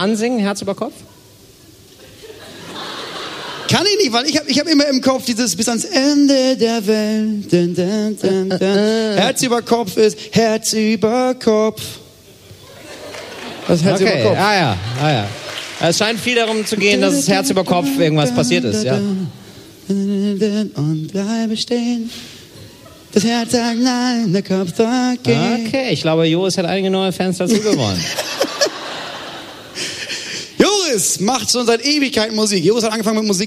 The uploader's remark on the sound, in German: live vom Podcastfestival Hamburg